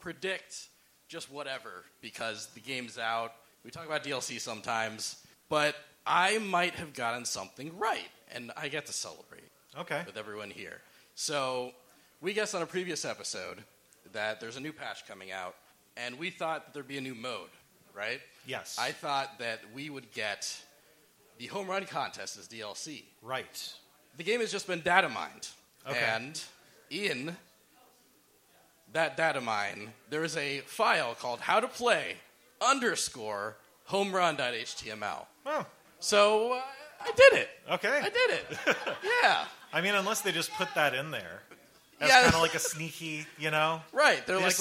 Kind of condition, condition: setting, live audience